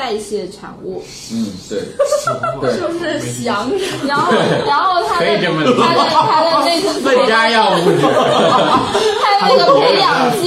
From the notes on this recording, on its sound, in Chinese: 本期节目为在张大妈办公区用录音笔录制，可能有街道上的杂音，请见谅。